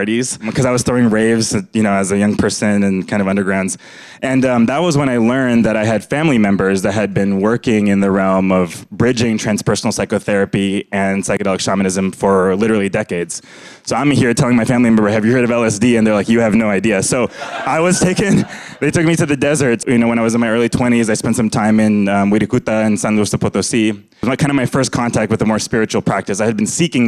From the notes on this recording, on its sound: Conversations at The Interval. These hour long talks are recorded live at The Interval, our bar, cafe, & museum in San Francisco.